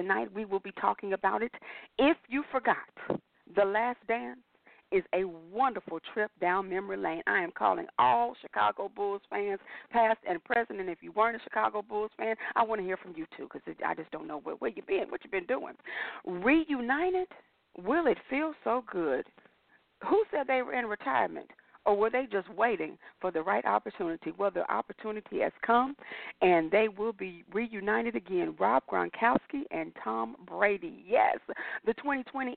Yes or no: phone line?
yes